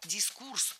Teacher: Не дискурс, а дискурс. Ударение в этом слове всегда ставим на второй слог. И при склонении ударение не меняем.